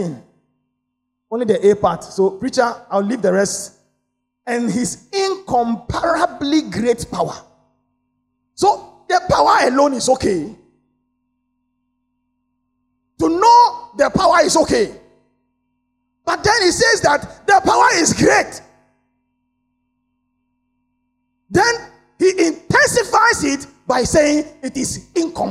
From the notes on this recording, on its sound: Sermon preached at CBC Shiashie Campus